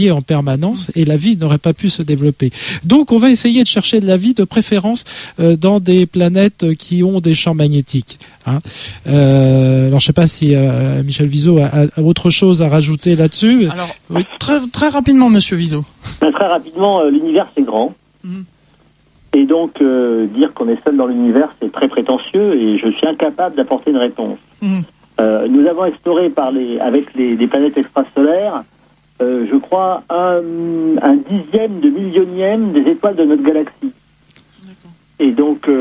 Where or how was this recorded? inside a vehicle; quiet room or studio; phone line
phone line